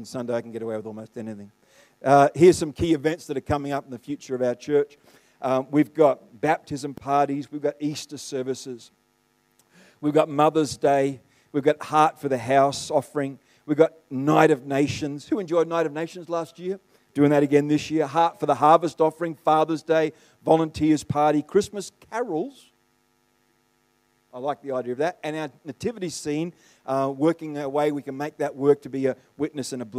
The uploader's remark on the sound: The live stream of Destiny Church Atherton.